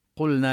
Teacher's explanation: أما اللام الساكنة لا تدغم في النون نظهرها